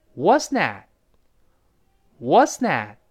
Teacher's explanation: 最后 T，失去爆破，所以读成 What'sthat